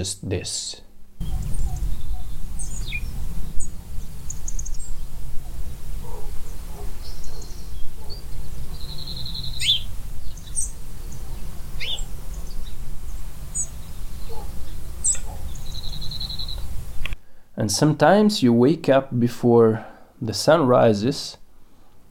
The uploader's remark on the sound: The very first podcast from our bike trip, our soundscape for the first two months of riding across Balkans, Greece and (a little bit) of Turkey.